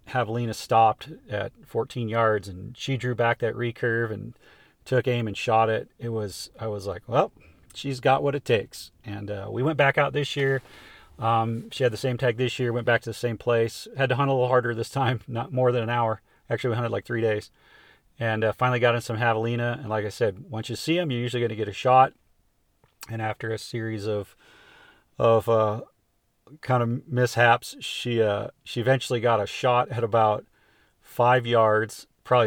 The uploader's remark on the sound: It was recorded at the spur of the moment sitting in the front seat of my truck in Arizona after a successful javelina hunt.